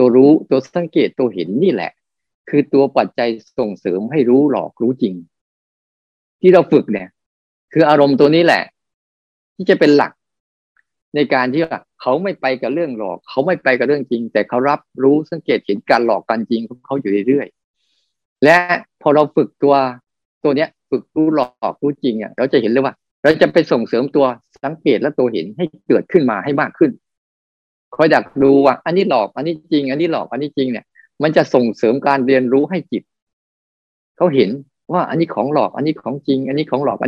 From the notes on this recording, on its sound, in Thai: คอร์สออนไลน์ (ผ่านโปรแกรม Zoom)